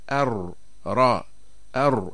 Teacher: يتقعر اللسان، ولما يقرع ما يحاذيه من الحنك الأعلى يبقى في الوسط فجوة يمر منها صوت قليل، ولولا هذه الفجوة لانقفل المخرج وصار صوت الراء شديدا، ولولا هذه الفجوة أيضا لارتعد اللسان ولصار تكرار، وهو التكرار المنهي عنه، كأن نقول أر أر أر را رو.